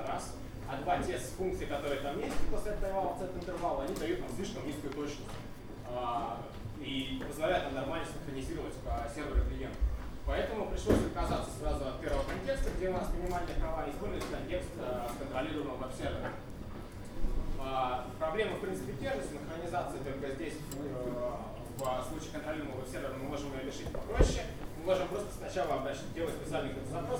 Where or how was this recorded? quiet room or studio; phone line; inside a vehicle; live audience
live audience